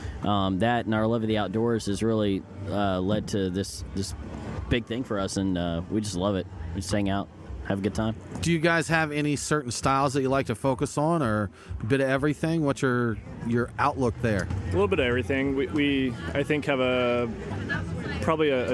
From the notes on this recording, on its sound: Live from Tinypalooza 4.5! As we struggled through some technical difficulties.